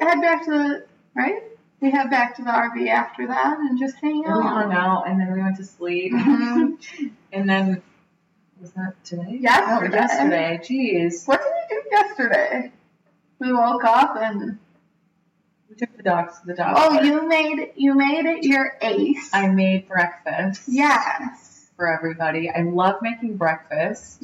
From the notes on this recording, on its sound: Our apologies for the audio quality…but never the vibe! We’re so used to long distance, we were too busy being excited to be in the same room to notice!